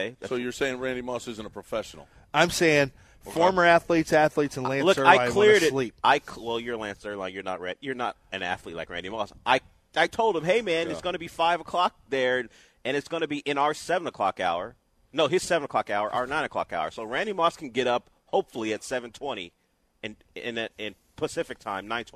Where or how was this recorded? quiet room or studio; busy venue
busy venue